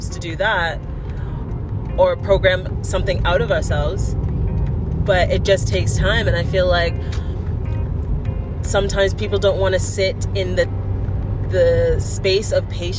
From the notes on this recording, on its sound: POV: Driving to Calgary, coming back from our camping trip in Kananaskis.